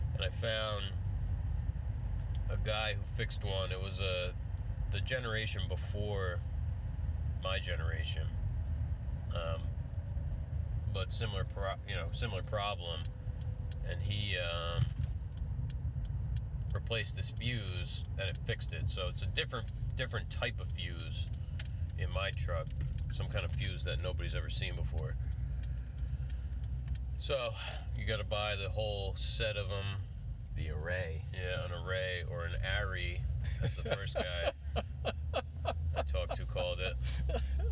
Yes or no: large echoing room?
no